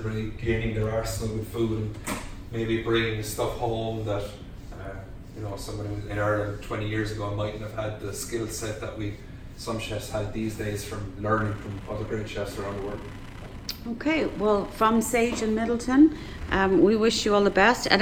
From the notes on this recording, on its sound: Live From The Montenotte Hotel, Cork. Broadcasts live from her hometown.